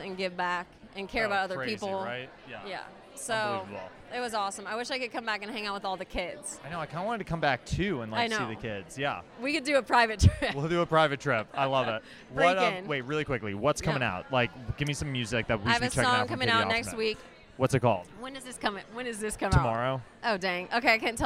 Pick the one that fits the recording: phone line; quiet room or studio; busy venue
busy venue